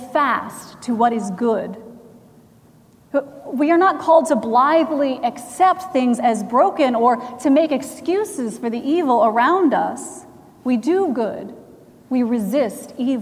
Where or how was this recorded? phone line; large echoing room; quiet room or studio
large echoing room